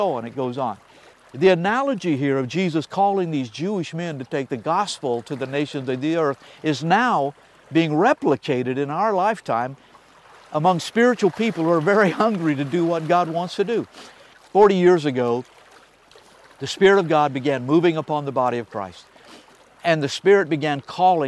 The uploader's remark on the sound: on location at the edge of the beautiful Sea of Galilee